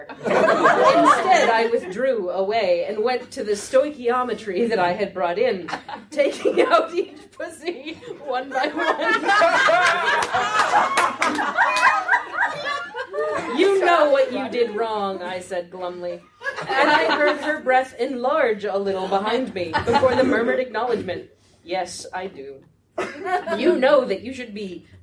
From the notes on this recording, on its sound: Balticon Bonus Episode. A group of authors and podcasters have taken scenes from romance novels and turn them into madlibs live with the audience.